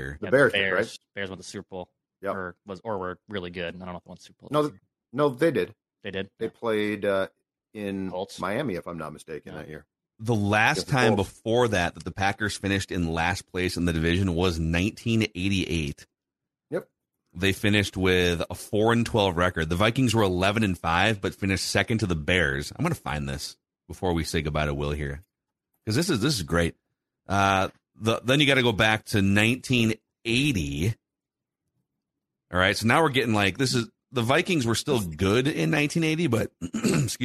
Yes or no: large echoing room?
no